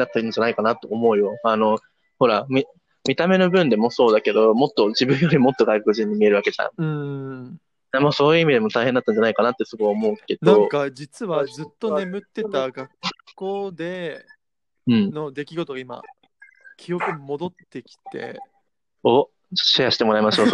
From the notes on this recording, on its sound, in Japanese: ごめんなさい都合により音質悪いですご了承ください。